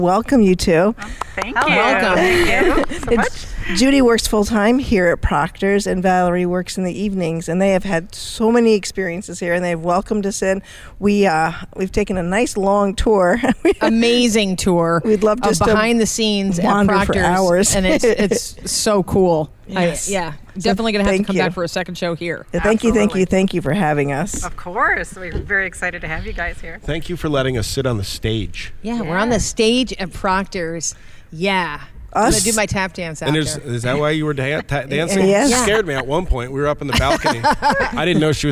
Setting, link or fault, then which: setting, busy venue